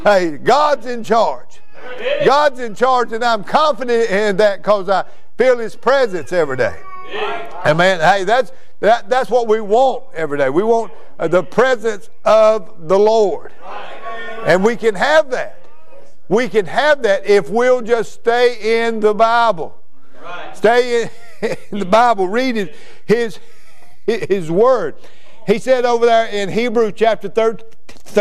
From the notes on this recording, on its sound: during a worship service at Immanuel Baptist Church, Florence, Ky.